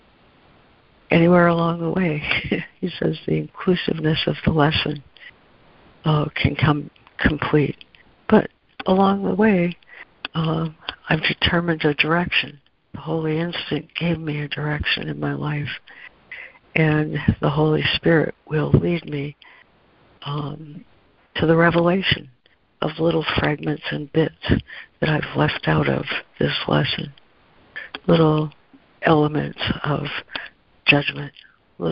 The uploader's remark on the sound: ACIM Daily Conference Call